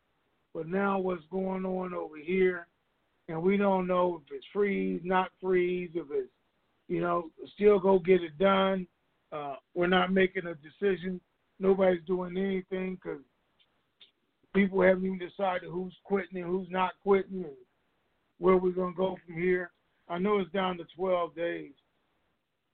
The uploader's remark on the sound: TNTSuperfantastic Conference Call